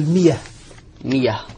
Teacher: الهمزة مفتوحة قبلها كسر يبدلها ياء · Term: ياء مبدلة